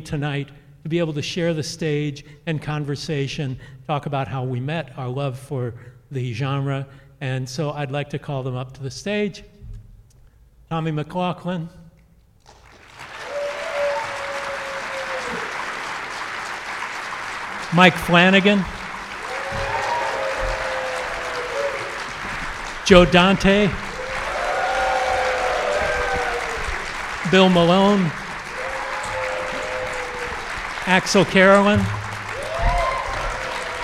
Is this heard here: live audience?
yes